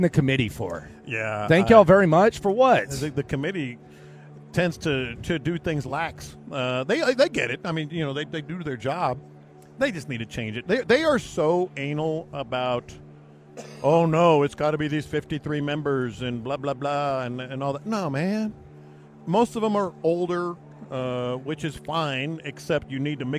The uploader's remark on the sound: LIVE at Radio Row.